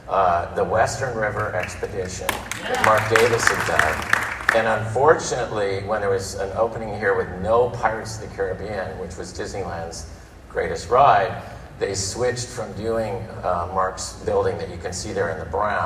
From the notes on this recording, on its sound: Live from Dis Family Reunion